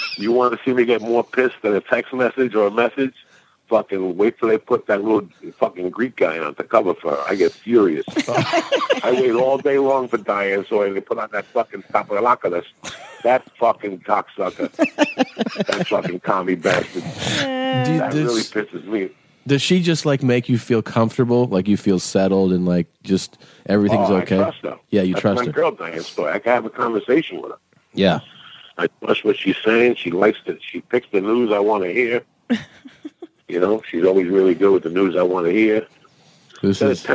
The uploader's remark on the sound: A special phone call